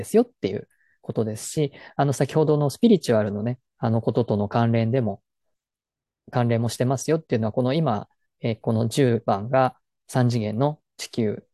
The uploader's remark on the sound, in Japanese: 説明会の内容を音声のみアップしました。本来はZOOMで行ったものなので画像があります。